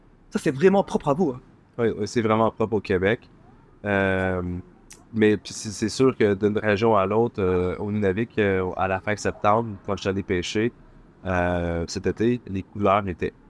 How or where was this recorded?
busy venue